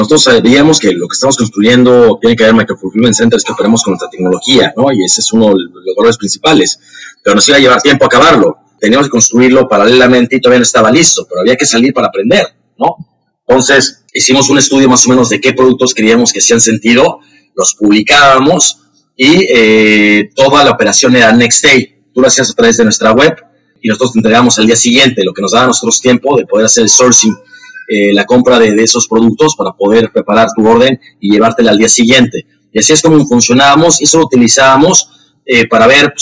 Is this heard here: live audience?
no